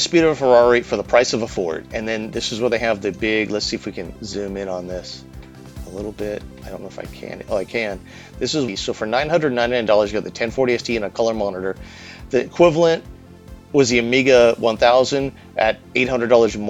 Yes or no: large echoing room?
no